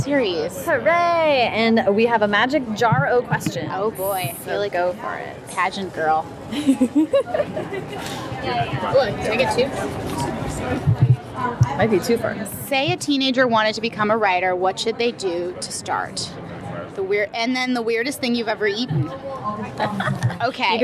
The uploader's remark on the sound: A mashup of lightning-round interviews conducted at the YALLWEST festival. A mashup of lightning-round interviews conducted at the YALLWEST festival.